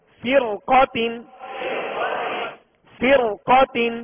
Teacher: را ساکن سے پہلے زیر اسی کلمہ میں اور اس کے بعد حرف مستعلیہ میں سے قاف ہے لہذا اس را کو پر پڑھیں گے